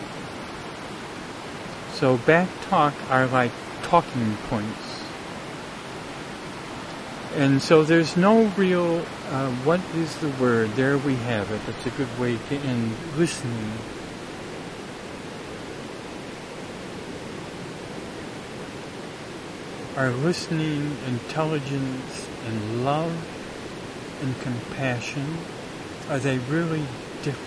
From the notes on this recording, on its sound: A streamside dialogue circle. A streamside dialogue circle. Near where this talk wad recorded in the Eagle Cap Wilderness, OREGON.